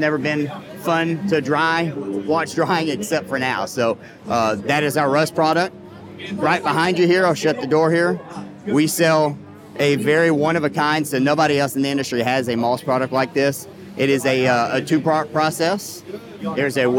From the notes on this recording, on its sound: This episode was recorded live during Transworld.